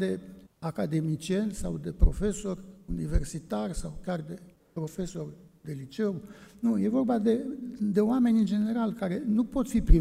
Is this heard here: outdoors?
no